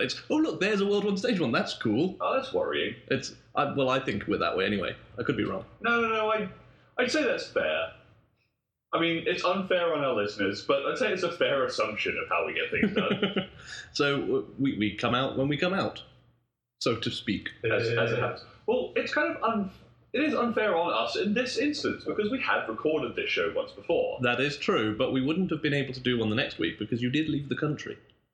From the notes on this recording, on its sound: Apologies for the sound quality, technical issues arose and this is what was salvaged form the wreckage.